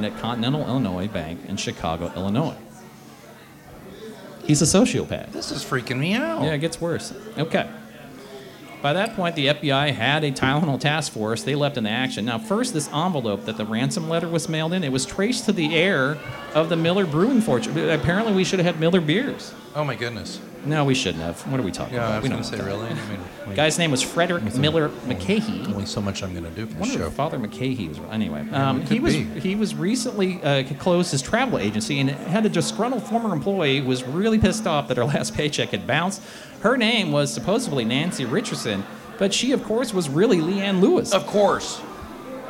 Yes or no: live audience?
yes